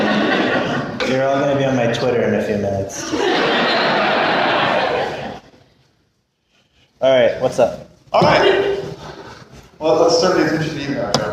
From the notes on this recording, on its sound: We apologize for the audio quality. Part of the delay in its release is because of some tweaking to the audio that needed to be done. There are times that this recording is inaudible, but we hope you will understand.